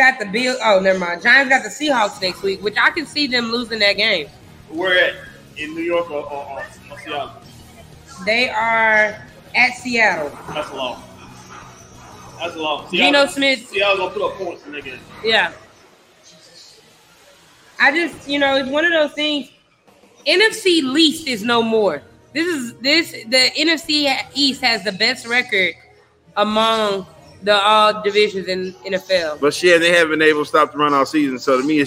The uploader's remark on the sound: Live from Winners Smokehouse